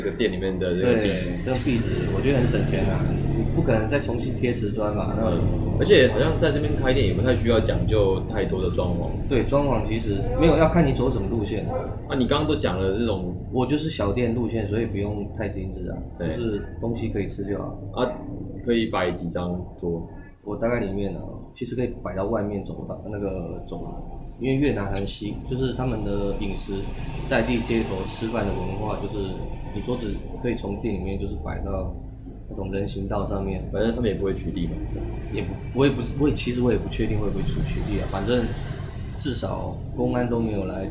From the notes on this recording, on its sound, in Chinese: 錄音當天，我們在河內市中心還劍湖附近的一家小吃攤，錄到老闆娘來趕人為止，之後轉移陣地到另一家咖啡店，遇到了河內十多年來最大的一次暴雨，市區大淹水，在咖啡店雖然也有繼續錄音，可是收音效果極差，比之前的更爛，就不方便播出了。